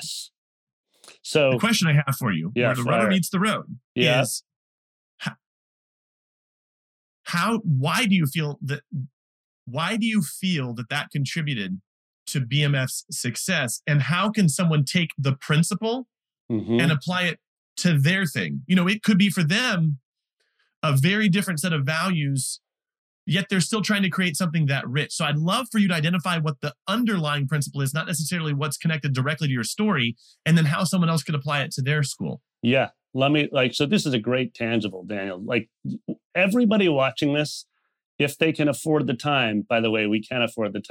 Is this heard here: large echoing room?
no